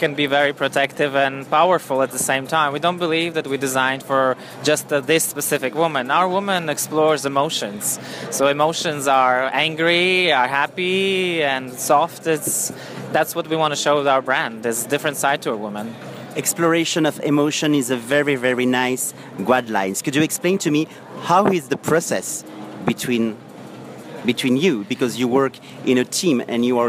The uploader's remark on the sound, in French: En Partenariat et en direct du Tranoï.